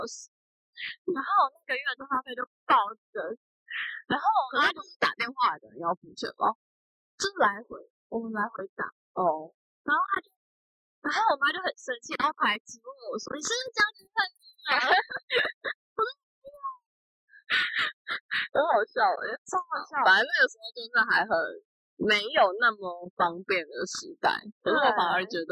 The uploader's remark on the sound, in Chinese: 因為在室外錄音，聲音有點爆，建議開小聲一點